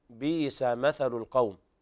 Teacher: قرأ ورش بإبدال الهمزة الساكنة حرف مد